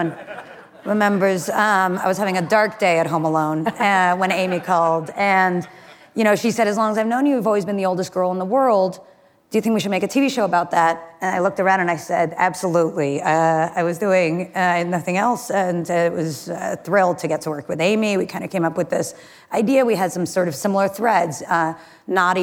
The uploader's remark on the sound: Live at Code 2019